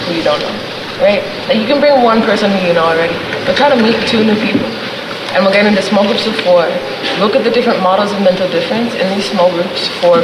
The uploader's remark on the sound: This episode is of the workshop Seize Bellevue, recorded on June 9, 2018 at Performance Space New York. To conclude Brujas’ three week exhibition and residency.